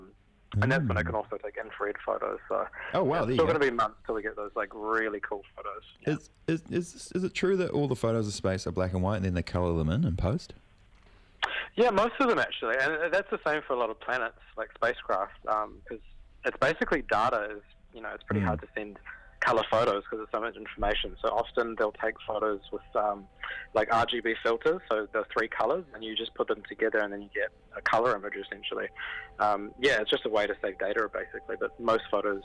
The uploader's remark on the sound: jumps on the phone to chat